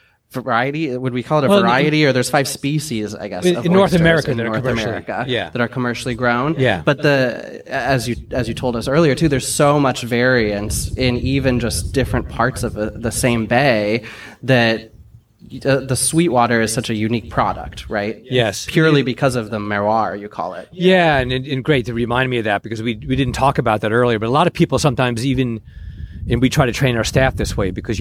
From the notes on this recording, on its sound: This week’s episode was recorded *live* at Hog Island Oyster Co. This week’s episode was recorded *live* at Hog Island Oyster Co. On the shores of Tomales Bay in Northern Califor ni a.